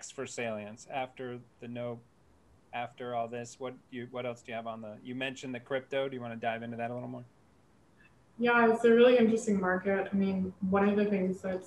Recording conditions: poor sound quality